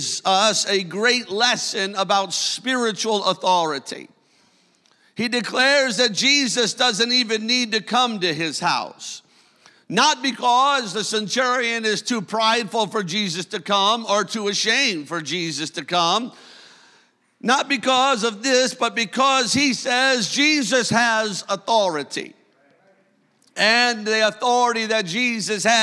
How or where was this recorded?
large echoing room